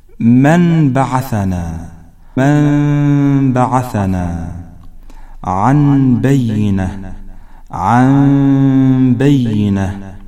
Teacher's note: جعل حرف الميم بدلا من النون الساكنة والتنوين عند مجيء الباء بعدها. ويحصل الإقلاب في كلمة واحدة وفي كلمتين أيضا، ويوضع حرف ميم صغيرة كالميم في آخر الاسم أو الفعل فوق النون الساكنة.